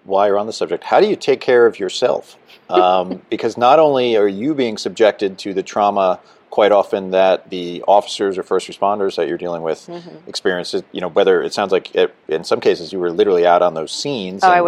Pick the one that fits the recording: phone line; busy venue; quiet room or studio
busy venue